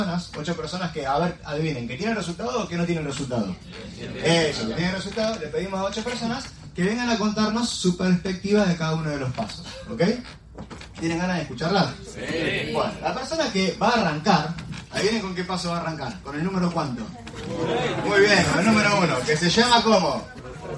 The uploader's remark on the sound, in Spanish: Audio extraído de reunión de equipo Mega Red, Bs As.